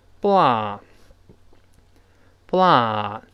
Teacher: 诸如此类的废话。那这个 blah blahblah，当然我们先把这声音把它读准啊。这个 blah，这个 l 同样不能往后勾，不要读 blah， blah 就非常别扭了啊。舌头往前伸，往前指，跟上牙膛沾一下，我们读一下，blah。blah，哎，后面还是 h 不能发音啊